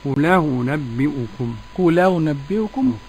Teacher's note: أنقل حركة الهمزة إلى الساكن قبلها وأحذف الهمزة · Term: النقل